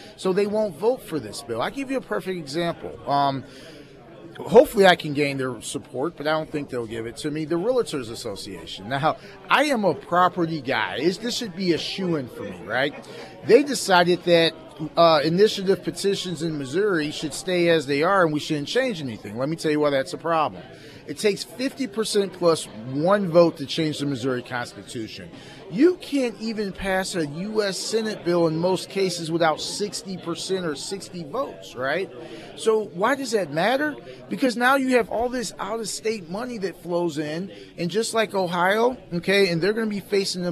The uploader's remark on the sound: live at Scramblers Diner for the Friday Road Show